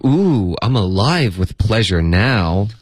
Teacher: 他的这个 now 应该加了一个重音